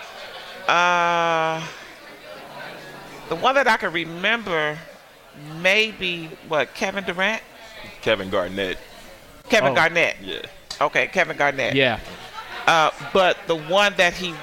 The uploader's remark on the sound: Sat down three special guests for a LIVE podcast at the Highline Bar in Downtown Chicago to celebrate NBA All-Star Weekend.